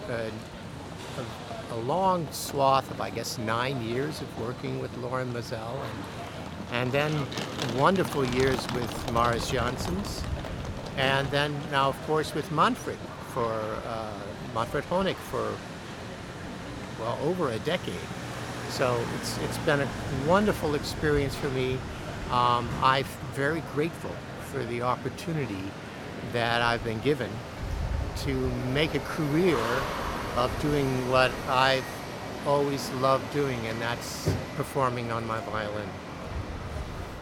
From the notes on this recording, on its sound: The … is traveling from Hamburg to Essen where they'll be staying for the next few days. Called in from the train.